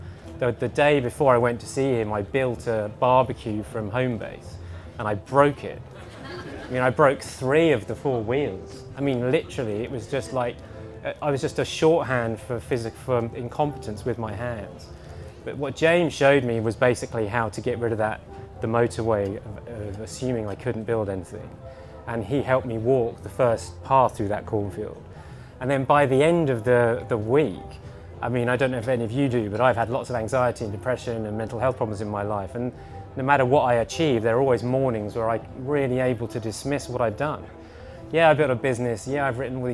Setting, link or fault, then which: setting, live audience